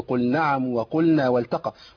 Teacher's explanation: وأظهرنا لام فعل مطلقة في نحو قل نعم وقلنا والتقى